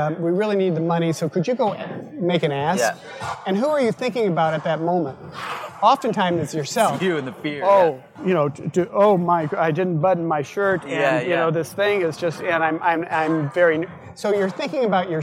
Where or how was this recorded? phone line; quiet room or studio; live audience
live audience